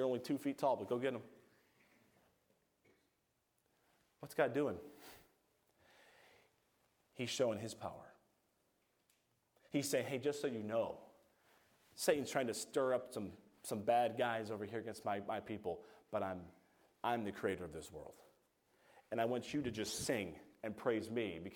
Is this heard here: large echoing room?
yes